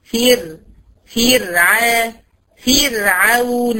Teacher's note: اهي ره ساكنة قبلها فيه مكسورة، يبقى الحكم هنا ان الره دي ايه؟ مرققة